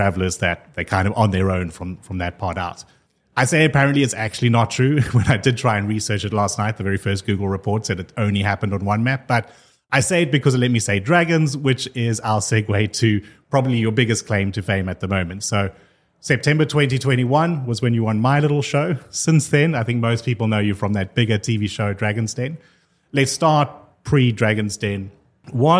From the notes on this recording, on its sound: Recorded yesterday in front of live audience at Money2020 Europe.